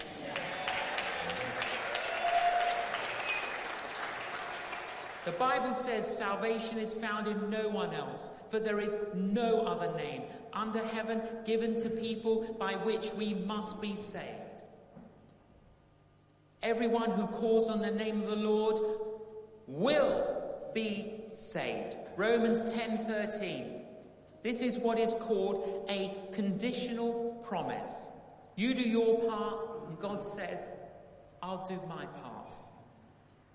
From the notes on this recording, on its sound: Live. Christ Church, Bayston Hill (UK).